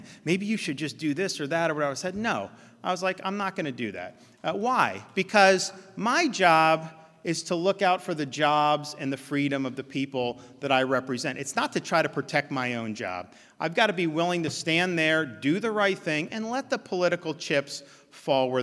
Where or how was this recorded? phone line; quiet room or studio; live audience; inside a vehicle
live audience